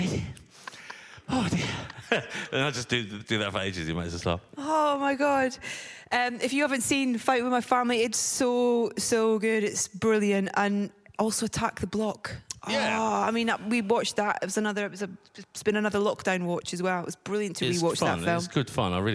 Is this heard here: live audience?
yes